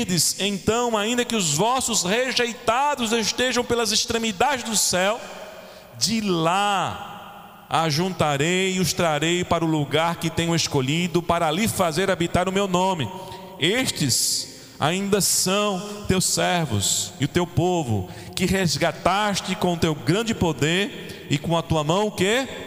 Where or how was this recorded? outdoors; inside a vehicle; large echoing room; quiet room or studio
large echoing room